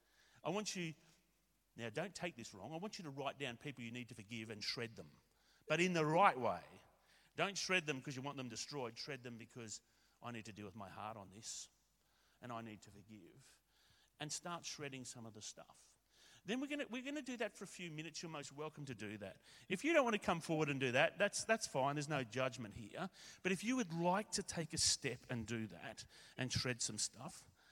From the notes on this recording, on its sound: A recording of Shredder Sunday, our special service in Gayndah